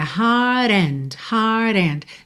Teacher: ela não enrolou muito R aqui e já faz rarara no T